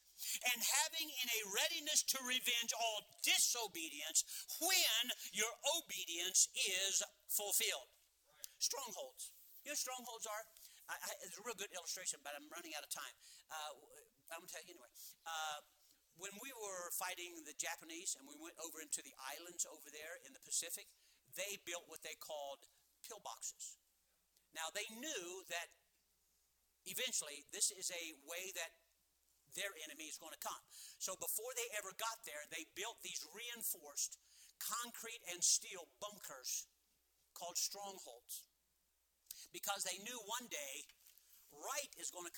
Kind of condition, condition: setting, large echoing room